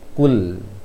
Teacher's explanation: Pengucapan lam adalah lisan di atas, di gusi atas, kul, melebar kul, jangan kul, jangan sampai keluar lisannya.